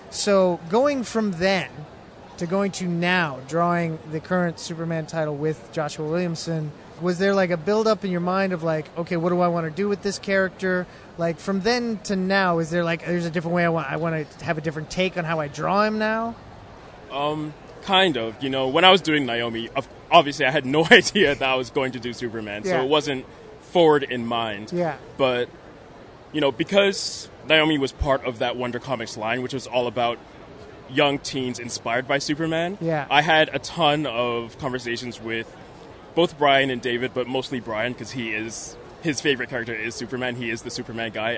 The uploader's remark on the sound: Recorded at Fan Expo Canada